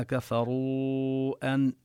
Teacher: هنا مد الواو هو مد منفصل جائز، جاء بعدها همزة، فتمد من طريق الشاطبية برواية حفص عن عاصم كما رسموا، يزاد على المد الطبيعي، نمد إلى 4 حركات.